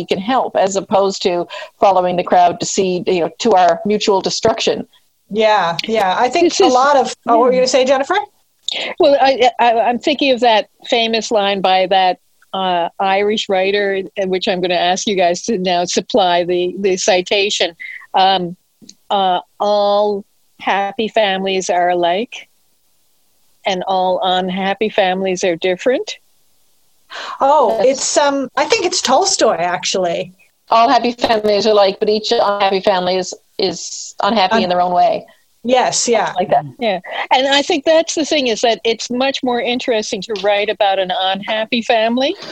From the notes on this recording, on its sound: I got three good friends together via Zoom